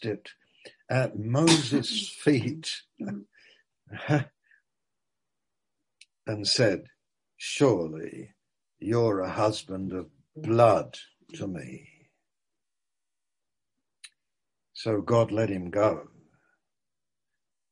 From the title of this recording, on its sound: Malaysia Meets (Zoom)